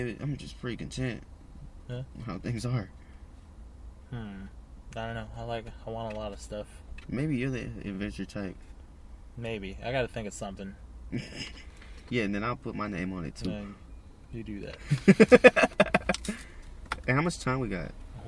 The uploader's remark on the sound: jump in the car